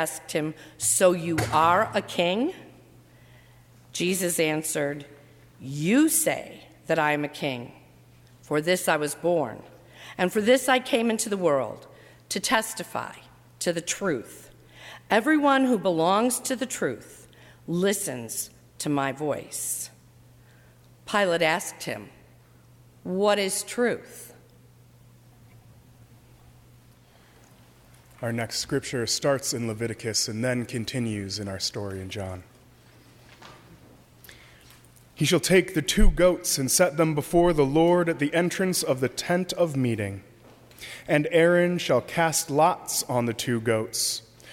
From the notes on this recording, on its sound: during the 7:00 PM Good Friday service on Sunday March 30, 2018 at First Presbyterian Church of Arlington Heights, Illinois